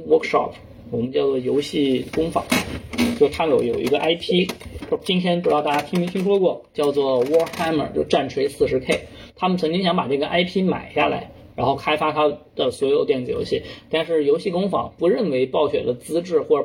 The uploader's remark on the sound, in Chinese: 由于音质不慎受损，本期音频或存在部分噪音，敬请见谅